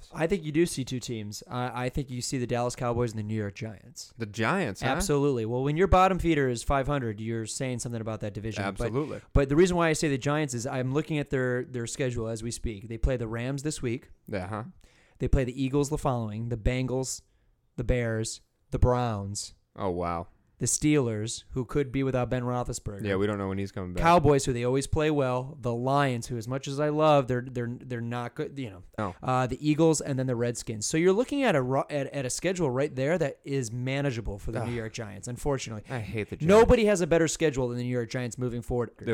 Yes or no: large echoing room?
no